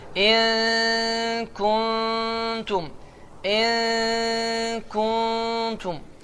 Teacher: Və nun səsi gizlənir və səs burundan çıxar. · Term: İxfa